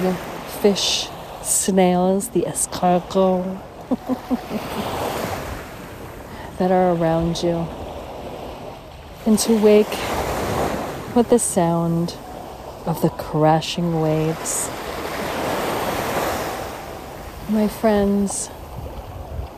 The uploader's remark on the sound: On Location Walk and Talk. Isla Catalina, Dominican Republic.